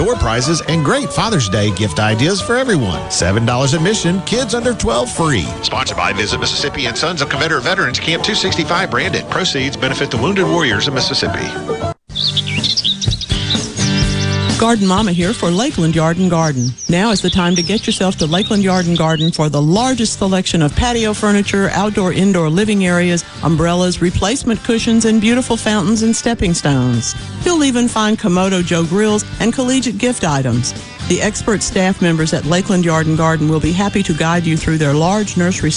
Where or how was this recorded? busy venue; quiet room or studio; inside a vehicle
busy venue